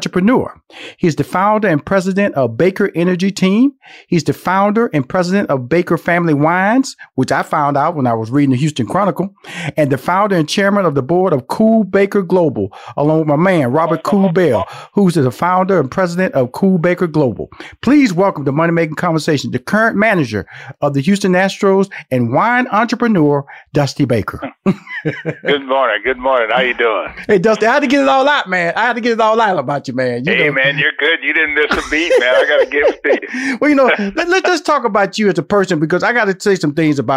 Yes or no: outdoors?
no